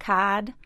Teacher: dropping the R's. So a word like card might be pronounced cod.